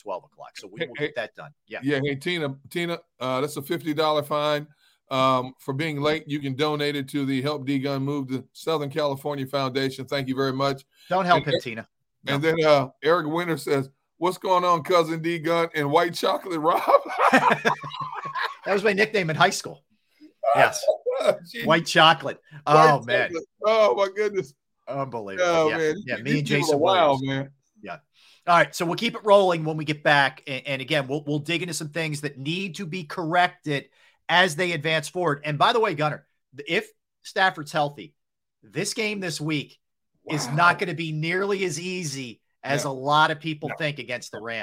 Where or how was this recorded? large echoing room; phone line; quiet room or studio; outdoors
quiet room or studio